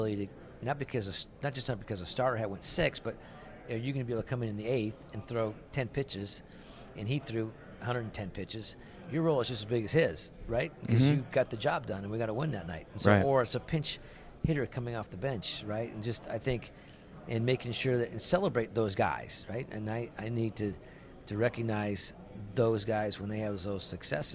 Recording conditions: busy venue